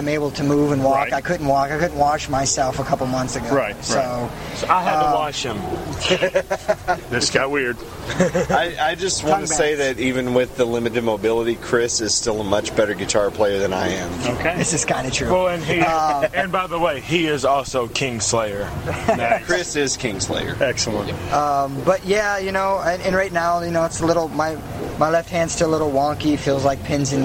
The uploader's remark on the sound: Special interview recorded at the massive benefit concert – featuring nine rock and metal bands. Prior to that show at Brewskees.